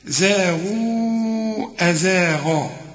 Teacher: على الشد، فلما زاغوا، الزين هنا مرققه وفي عموم القرآن، زاغوا، هتمد أربع حركات عند الوصل علشان بعد المد ده الهمزة، زاغوا أزاغا، شوف إذا وقفت أزاغ، إنما عند الوصل الغين